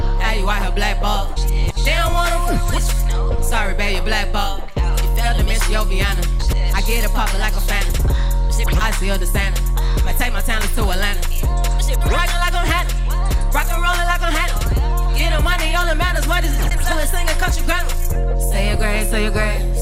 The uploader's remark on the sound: This recording of her performance was captured back in August during Chreece 4 on the Square Cat Vinyl stage. This recording of her performance was captured back in August during Chreece 4 on the Square Cat Vinyl stage.